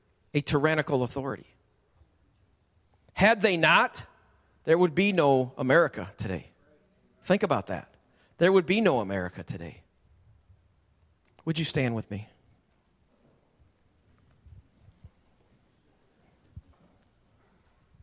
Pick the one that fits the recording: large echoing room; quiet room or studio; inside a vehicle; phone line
large echoing room